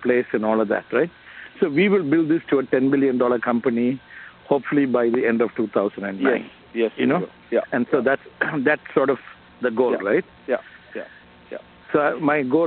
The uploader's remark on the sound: a recording of the audio of this phone call